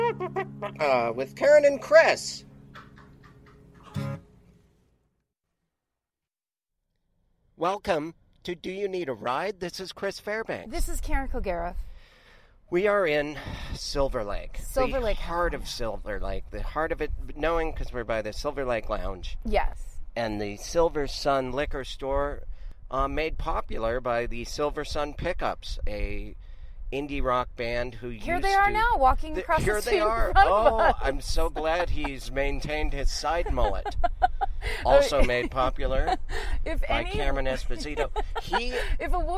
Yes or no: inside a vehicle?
yes